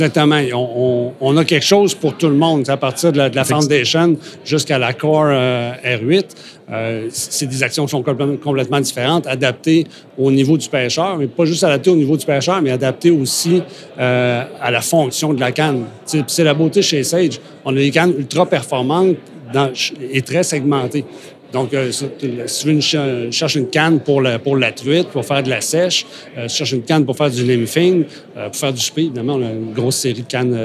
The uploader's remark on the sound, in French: Dernier de 4 podcasts enregistrés au salon de la pêche à la mouche de Trois-Rivières